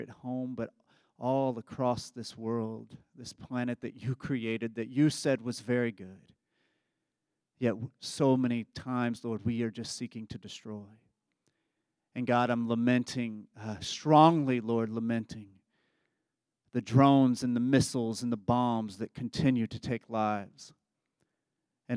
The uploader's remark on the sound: Embrace Sunday Gathering (January 21, 2024 at 11am) Embrace Church, Lexington, KY